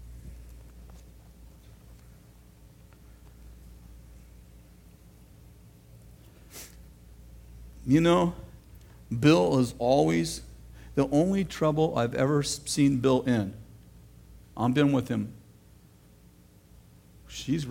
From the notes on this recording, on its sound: throwback message from September 24th, 2008 at Bethel Church in Redding CA